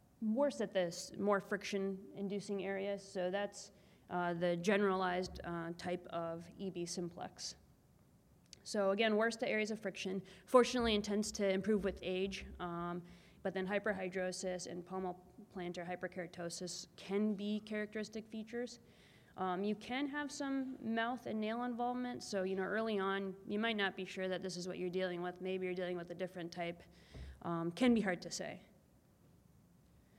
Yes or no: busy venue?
yes